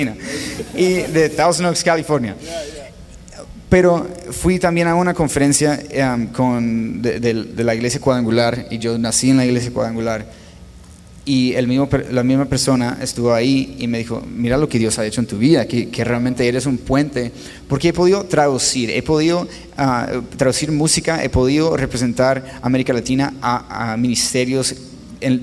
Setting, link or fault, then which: setting, busy venue